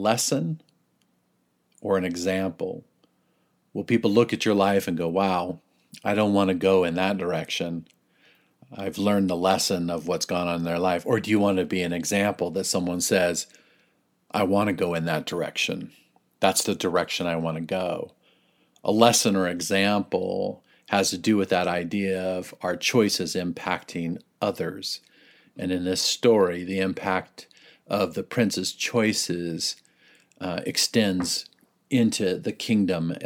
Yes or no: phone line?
no